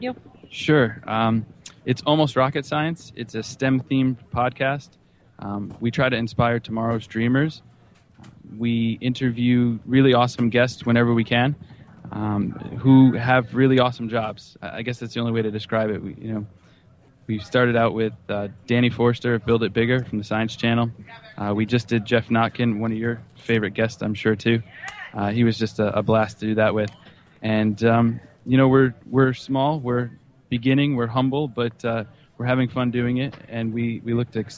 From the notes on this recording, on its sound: Talking Space Broadcasts Live at STS-135. The entire team gathered at the Kennedy Space Center to broadcast live coverage of the final space shuttle launch. Over 200,000 of you listened to us live on launch day. Special thanks to Astronomy.FM for hosting the live stream and to all affiliate stations who joined it. Live from the Kennedy Space Center in Cape Canaveral, Florida.